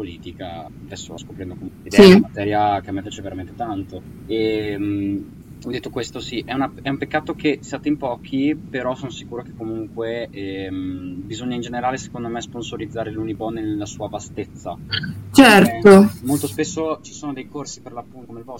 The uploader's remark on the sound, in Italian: Al di là dei problemi audio che contraddistinguono oramai il nostro podcast, e per cui ci scusiamo